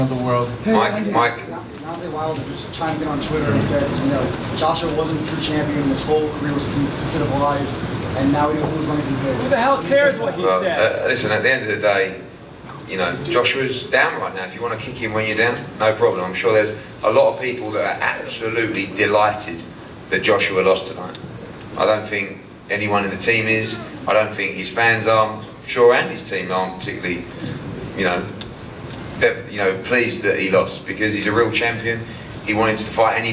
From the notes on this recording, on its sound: Post fight press conference